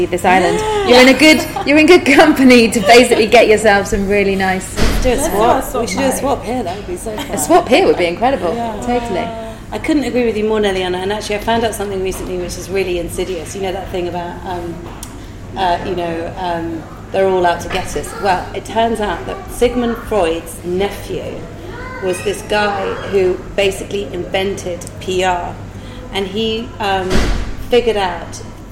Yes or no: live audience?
yes